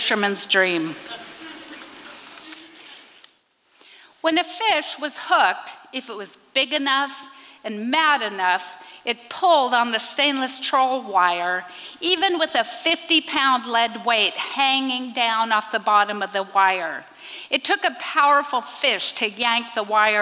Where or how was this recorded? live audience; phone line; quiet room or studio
live audience